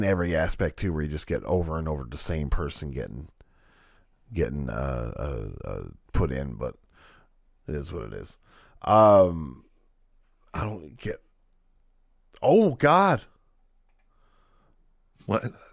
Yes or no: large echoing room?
no